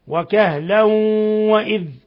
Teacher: تنوين فتح جاء بعده الواو، إضغام بغنة